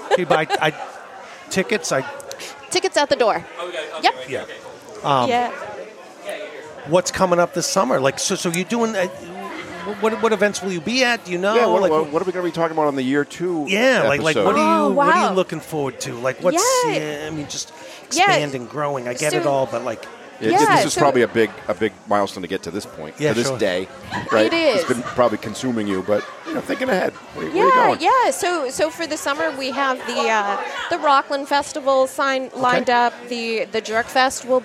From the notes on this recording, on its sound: At the Culture on Tap Festival